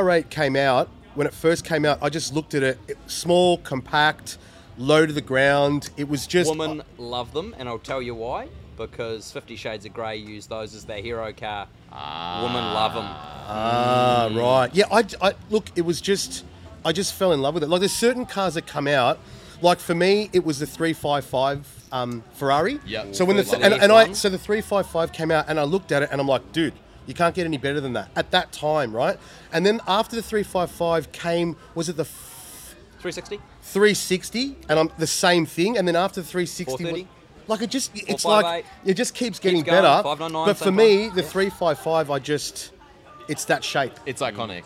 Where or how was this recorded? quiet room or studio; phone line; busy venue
busy venue